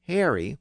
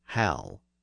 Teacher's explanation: the name was shortened to the first syllable and the R sound was replaced with an L